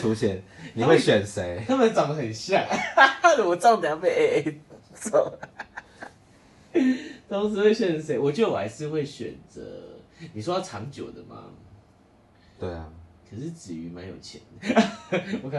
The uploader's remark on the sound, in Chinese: 什麼是完全沒有準備，隨便躺著站著錄音，然後還亂收音。